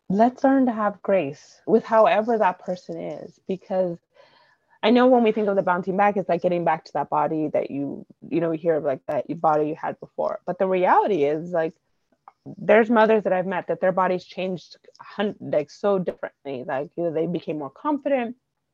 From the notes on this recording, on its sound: Apologies for the little glitches this time — I’m not sure how that happened.